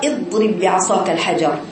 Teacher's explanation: همزه مكسوره وضاد ساكنه فيها رخوه فيها زمن طويل ما تقوليش اضرب انت كده قطعت الصوت انت حولت صوت الحرف · Term: الضاد